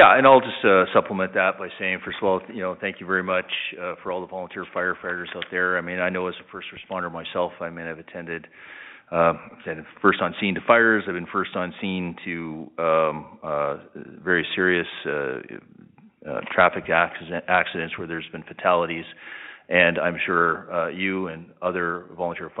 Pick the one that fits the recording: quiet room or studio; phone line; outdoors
phone line